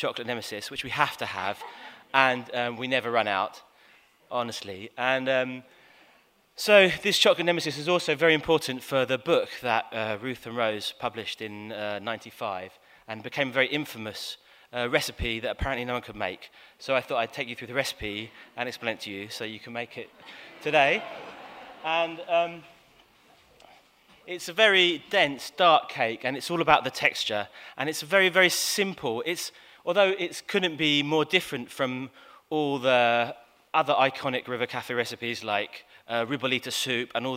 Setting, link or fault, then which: setting, busy venue